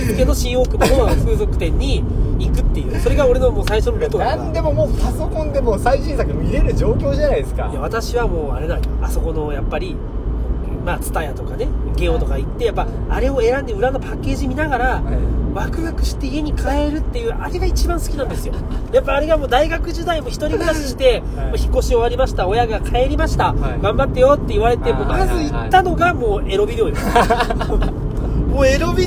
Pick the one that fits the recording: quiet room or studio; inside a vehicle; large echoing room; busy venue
inside a vehicle